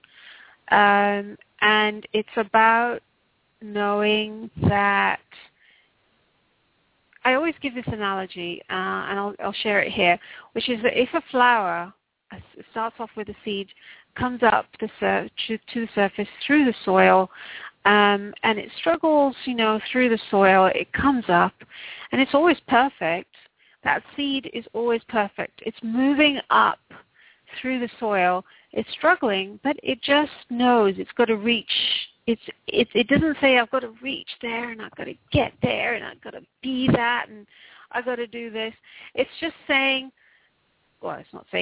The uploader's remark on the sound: Takes your calls for healing live today!